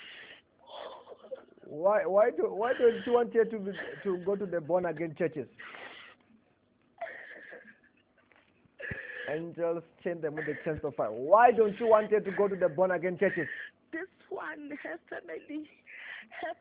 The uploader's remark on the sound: Deliverance over the phone in JESUS NAME.